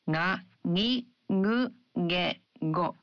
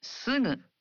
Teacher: In Japanese, you pronounce gu in the initial syllables of words as a voiced gu, like ga, gi, gu, ge, go. But for other syllables, such as sugu, you pronounce the gu sound as a nasal. · Term: voiced nasal